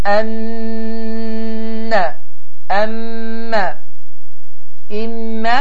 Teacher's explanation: ənnə, əmmə, immə deyərək səs ağız boşluğundan deyil, burun kanallarından tələffüz olunur. · Term: Qunnə